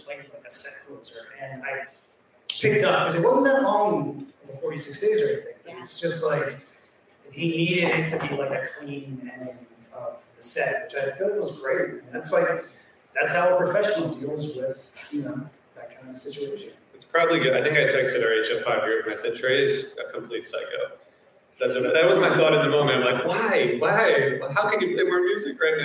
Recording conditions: live audience